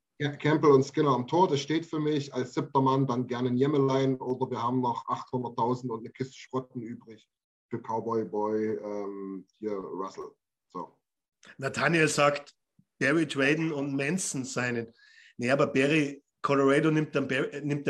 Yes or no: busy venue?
no